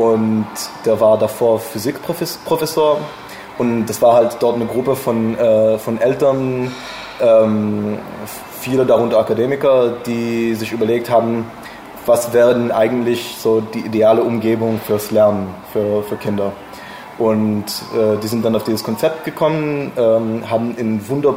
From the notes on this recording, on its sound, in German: Die Aufnahme fand in einem Café statt. Bitte entschuldigt die unvermeidlichen Hintergrundgeräusche!